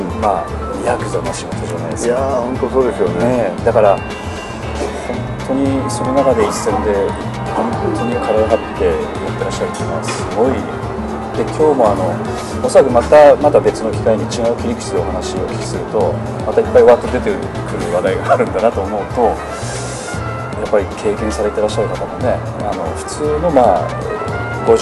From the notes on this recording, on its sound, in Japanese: 東京都内の某所で、お話しをお聞きしました。音声につきましては、スタジオでの収録ではありませんので、多少騒がしいのはお許しいただければと思います。